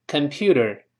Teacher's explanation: 这个字母 t 那个字母 t 发 t 在这浊化成 d 的声音